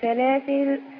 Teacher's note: إنا أعتدنا للكافرين سلاسل. هقف عليها وقفت عليها بتسكين بتسكين اللام وحذف الألف